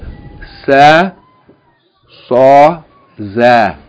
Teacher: Seen, Sad, and Zay are all from the same articulation point. The top of the tip of the tongue, opposite the two front incisors, two front upper teeth, but not touching them. Opposite the two top, above the two lower front teeth.